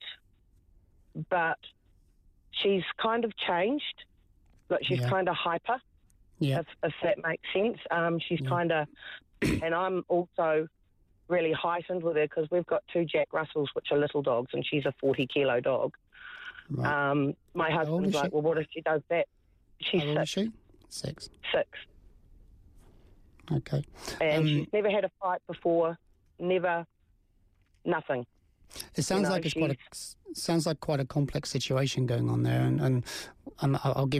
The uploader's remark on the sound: There were lots of phone calls today. The Sunday Cafe - Magic Talk Radio.